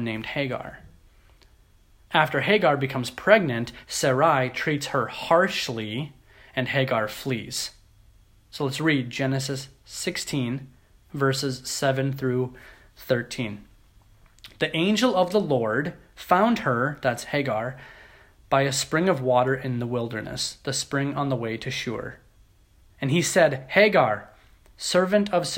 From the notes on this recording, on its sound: at Grace City Church in Fargo, North Dakota.